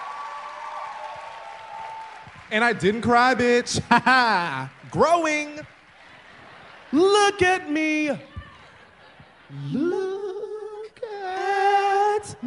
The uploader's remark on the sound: a live show from New York City